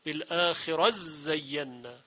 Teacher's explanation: ادغام تاء در زاي